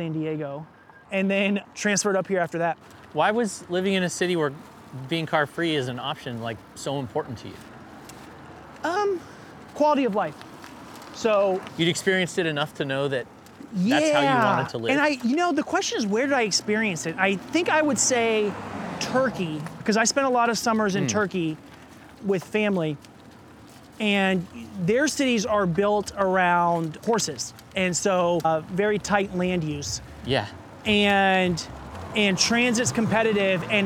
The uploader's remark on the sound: He invited me on a 12-mile bike ride around his district. This episode was recorded almost entirely as we pedaled on a loop from NE 102nd and Glisan to SE Powell and 162nd, then back north to Glendoveer Golf Course.